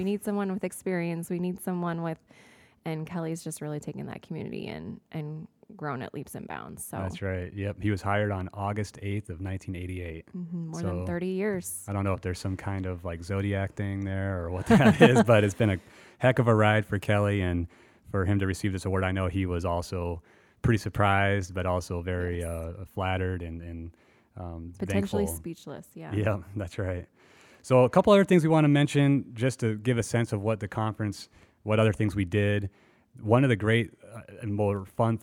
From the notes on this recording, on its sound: We took The Square on the road! This month's episode features interviews with city officials in the Exhibit Hall at the 2018 Annual Conference & Exhibit in Council Bluffs.